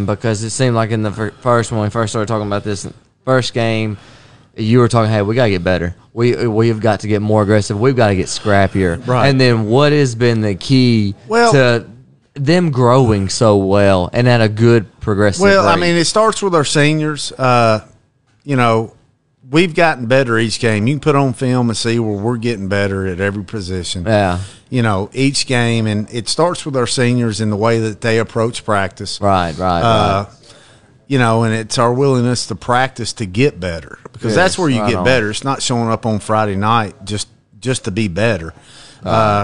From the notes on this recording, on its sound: We're live down here at Barrel House BBQ!